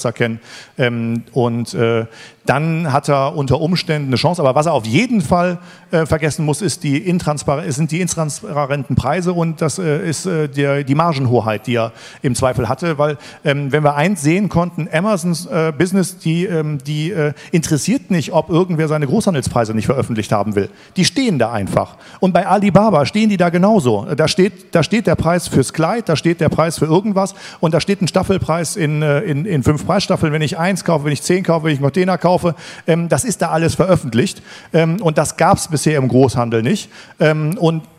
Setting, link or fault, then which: setting, live audience